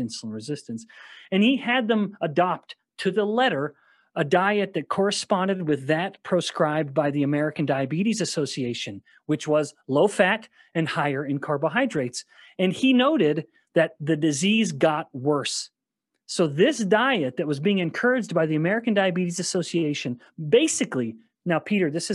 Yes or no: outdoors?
no